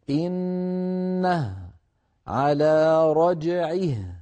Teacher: أما في حالة الوقف فنقول إنه على رجعه بهاء ساكنة، سواء كانت الهاء في الوصل مضمومة أو مكسورة.